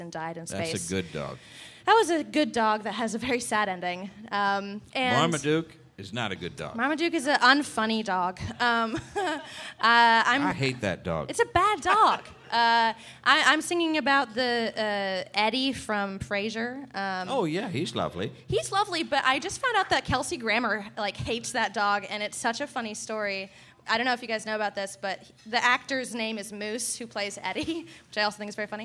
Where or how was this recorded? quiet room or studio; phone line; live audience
live audience